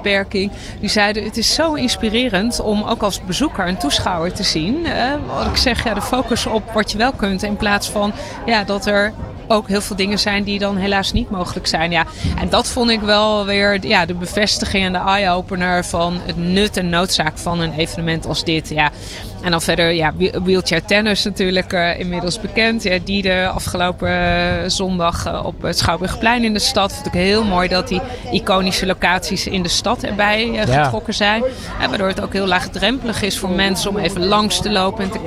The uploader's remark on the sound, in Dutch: ALLsportsradio LIVE! vanaf de European Para Championships!